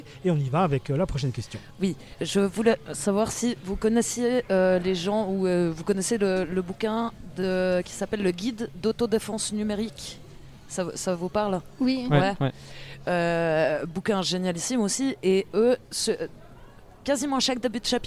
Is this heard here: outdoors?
yes